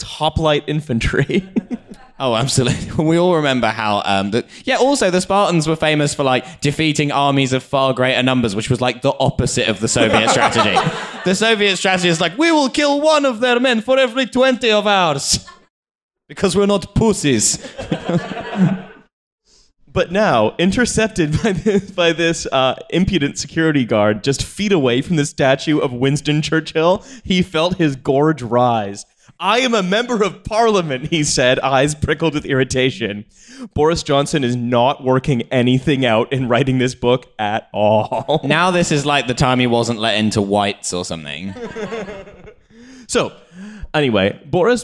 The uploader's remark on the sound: TF Live in Cambridge. We played another show outside of London—this time at Wolfson College in Cambridge.